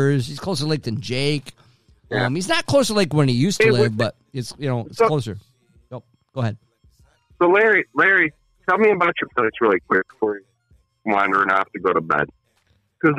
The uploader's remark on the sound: With a dial in (special regular special guest) from up State.